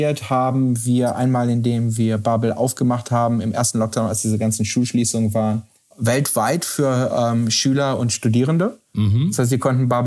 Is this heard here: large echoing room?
no